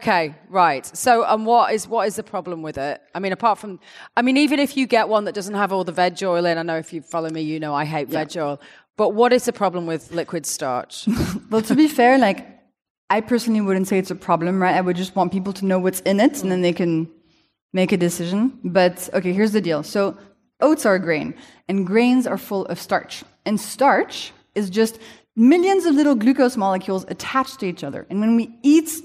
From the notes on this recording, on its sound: This conversation, recorded in front of a live audience.